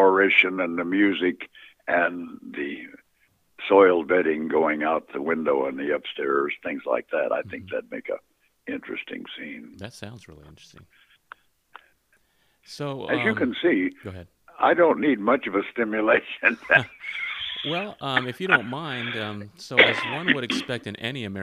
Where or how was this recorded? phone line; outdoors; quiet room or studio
phone line